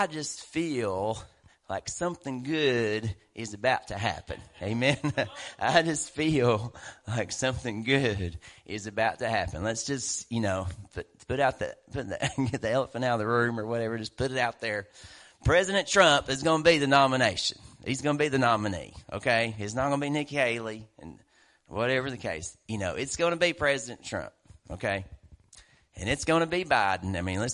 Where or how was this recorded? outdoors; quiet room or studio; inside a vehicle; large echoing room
large echoing room